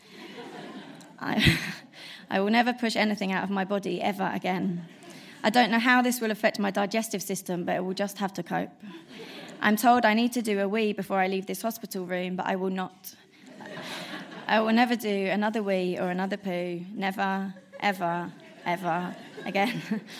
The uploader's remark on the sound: Recorded at the 5x15 Bristol event on September 11 2016